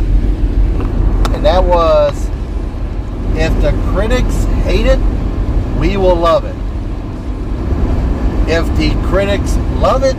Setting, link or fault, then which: setting, inside a vehicle